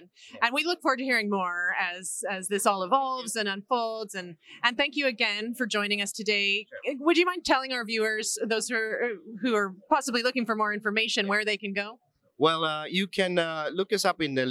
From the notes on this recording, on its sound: Live from PTC'20